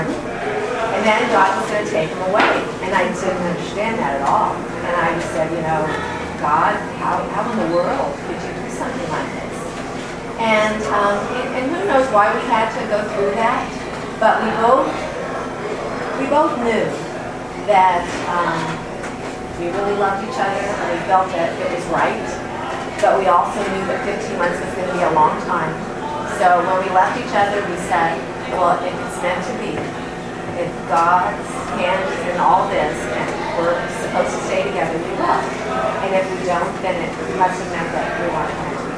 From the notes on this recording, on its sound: Arlington TOT is held on the second Monday of each month at O'Sullivan's Irish Pub located at 3207 Washington Blvd., in Arlington, VA, across from St.